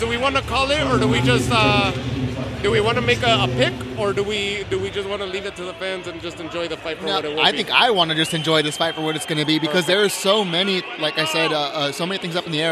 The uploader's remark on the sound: Live from the Footprint Center in Phoenix, Arizona.